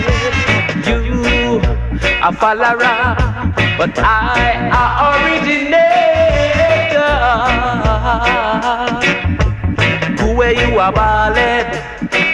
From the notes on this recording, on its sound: The show was recorded at the Shapira Cafe.